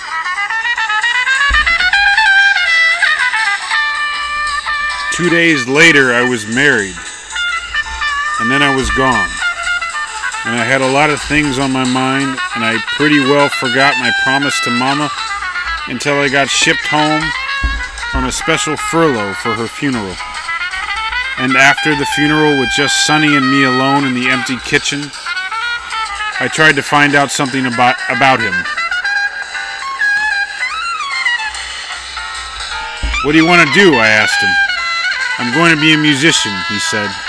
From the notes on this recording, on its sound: On this summer night, from the middle of my backyard